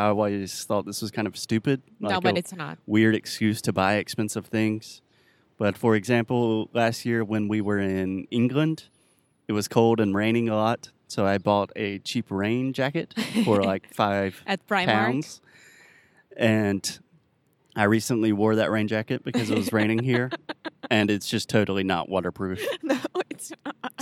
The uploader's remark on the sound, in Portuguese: O episódio de hoje foi gravado ao ar livre